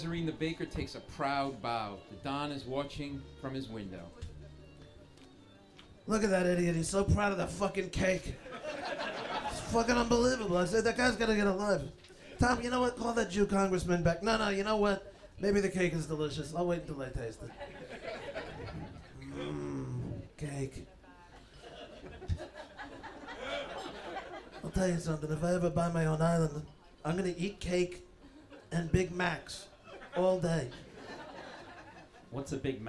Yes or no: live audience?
yes